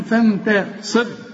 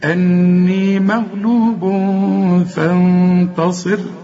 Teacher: هي فيه طبعا مرقق، والنون اللي هي بدون تشكيل بعدها التاء، التاء دي من حروف الإخفاء ومرققة، فالغنة هنا مرققة